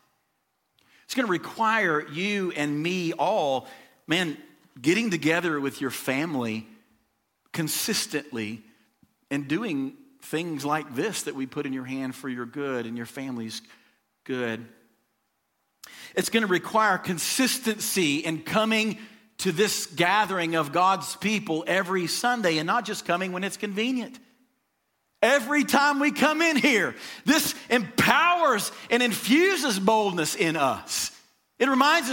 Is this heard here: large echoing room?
yes